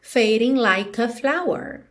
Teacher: o E de like não é pronunciado, você já junta o K no A